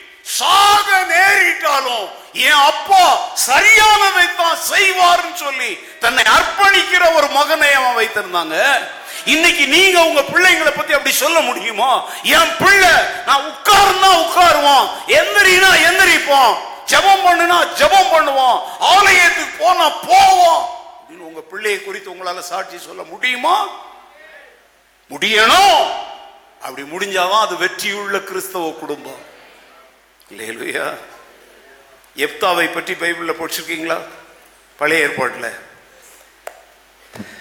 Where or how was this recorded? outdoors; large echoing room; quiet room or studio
large echoing room